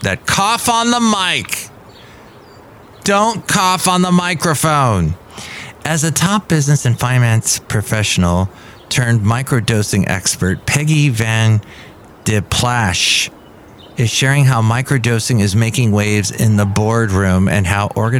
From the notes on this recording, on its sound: podcasts live from Café Anyway